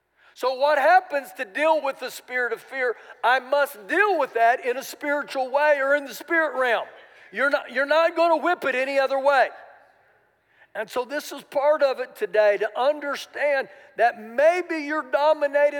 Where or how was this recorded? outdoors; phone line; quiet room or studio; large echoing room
large echoing room